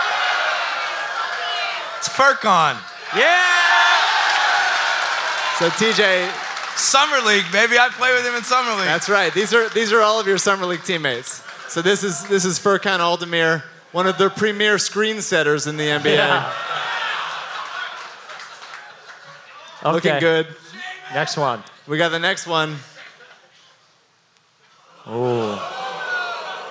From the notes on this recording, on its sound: The very first live Rights To Ricky Sanchez podcast